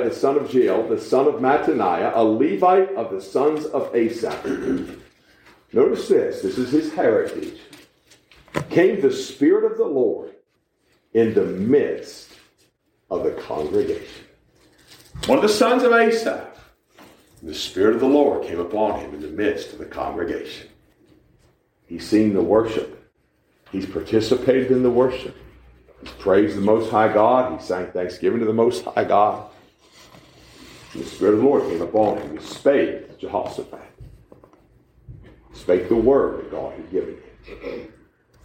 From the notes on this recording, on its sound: We preach live at the Living Waters Baptist Church in Mocksville, NC.